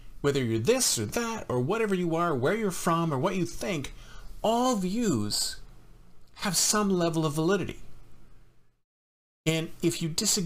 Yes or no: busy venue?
no